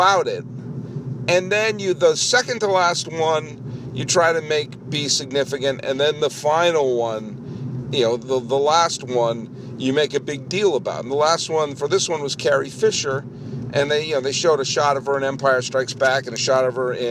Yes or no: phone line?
no